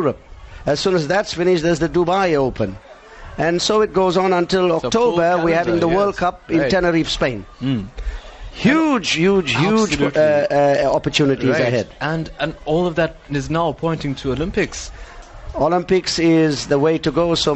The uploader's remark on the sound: NewsbreaK Talk LIVE from the SA Karate 2017 Nationals. Lotus FM — SABC News and Current Affairs. Live broadcast from the 2017 SA Karate Nationals.